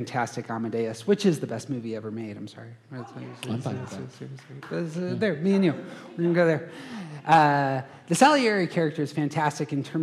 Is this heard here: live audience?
yes